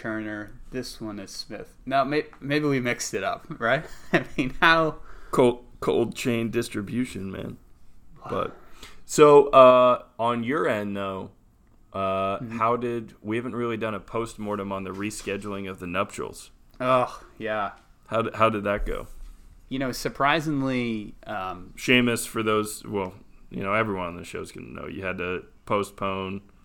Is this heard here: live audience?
no